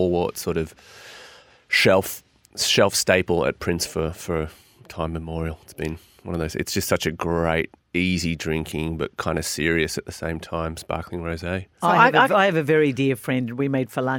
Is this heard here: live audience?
no